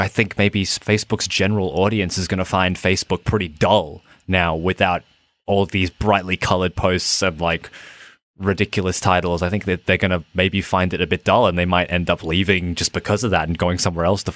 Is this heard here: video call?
no